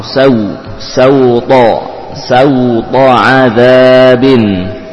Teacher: disempurnakan fathahnya baru kemudian menuju ke makhraj wawu